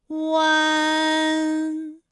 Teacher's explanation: 感受一下啊，一安，哎，这三个音发完整，我们每一个状态呢都能知道它的音的流向，当然最后一定还是要归到鼻音呢才算是发完整。好，大家一起来跟我来发下面这组词，艰险，艰险，简便，简便，连篇，连篇。好，我们继续再来发乌安。乌安的发音的时候呢，是从圆唇的后高元音乌开始，口型迅速的由合口变为开口状，舌位向前迅速滑降到不圆唇的前低元音啊的位置呢就开始升高，发啊后软腭下降，逐渐将鼻音色彩增强，舌尖迅速移到上齿龈部，最后抵住上齿龈，发出鼻音呢的状态